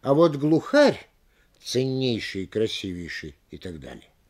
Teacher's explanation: После понижения интонация вводного идет кверху, до той самой ноты, на которой оборвалось главное. · Term: интонацией вводности